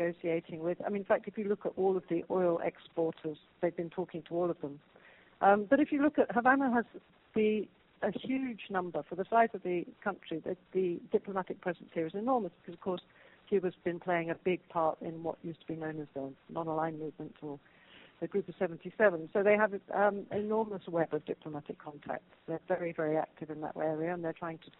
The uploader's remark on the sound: The Atlantic Council’s Adrienne Arsht Latin America Center held a conference call.